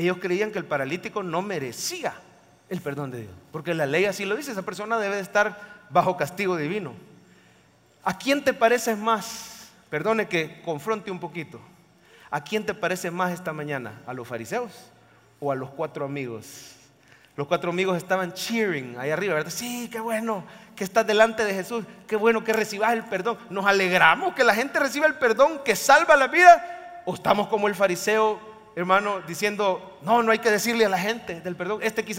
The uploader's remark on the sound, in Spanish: En vivo desde el Centro Familiar de Adoración CEFADCHURCH, San Salvador, enero 2024